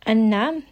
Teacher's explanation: noon here has a shadda, so we are going to spend a bit of time and bring this up into the nose. And this is going to be a two-count med.